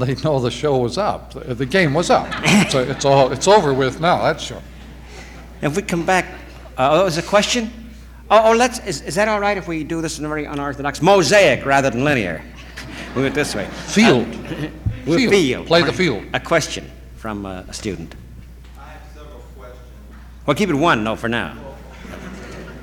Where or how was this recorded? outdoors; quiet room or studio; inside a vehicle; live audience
live audience